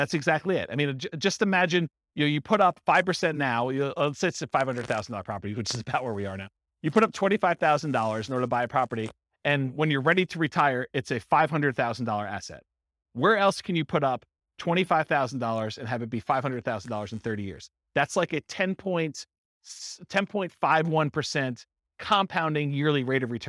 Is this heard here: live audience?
yes